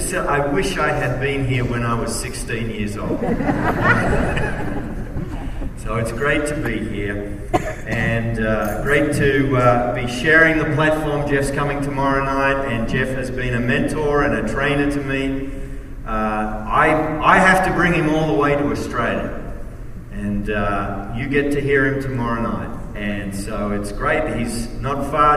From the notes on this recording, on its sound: message at the Kingdom Impact Conference